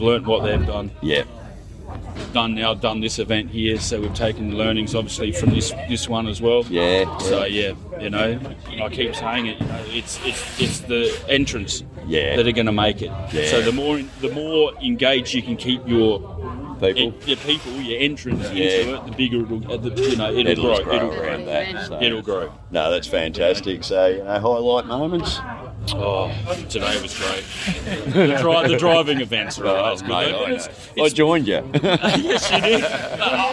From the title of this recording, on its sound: Live at the HK-T-G Nationals